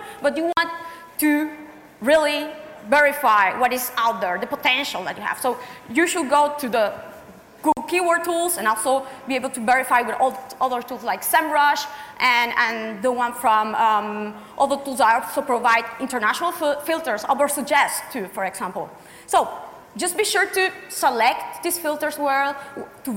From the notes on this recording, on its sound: We are presenting a talk from April’s BrightonSEO conference.